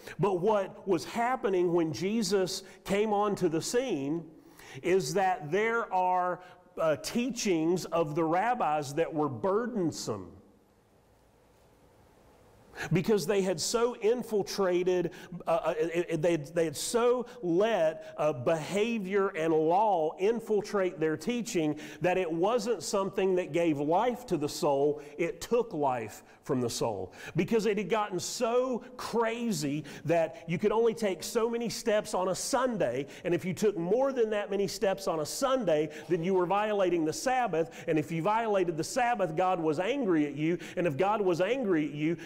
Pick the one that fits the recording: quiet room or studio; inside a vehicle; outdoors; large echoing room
large echoing room